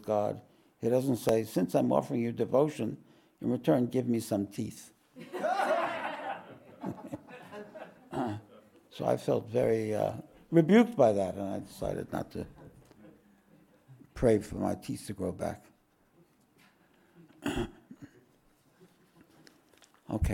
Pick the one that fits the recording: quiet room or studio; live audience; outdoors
live audience